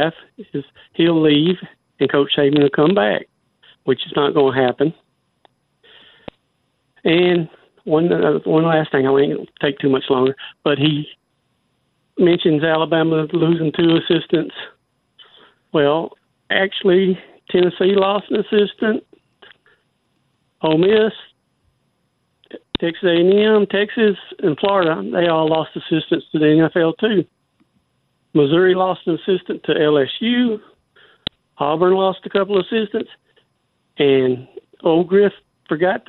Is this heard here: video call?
no